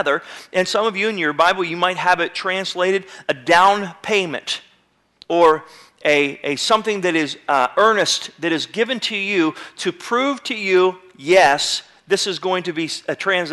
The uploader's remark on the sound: (incomplete message). Sermon was recorded February 01, 2009 at Northside Baptist Church of Elkhart, Indiana.